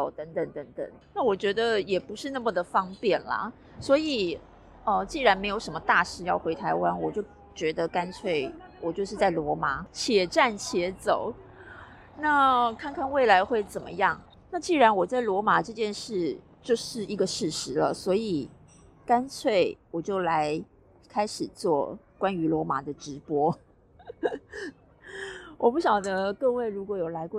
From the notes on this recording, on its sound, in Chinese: 新年路邊閒聊。趁著雨停和管制法令稍稍停歇之時。這回在路邊錄音，已盡力刪除可能不悅耳的聲音，但仍有些車子的聲音。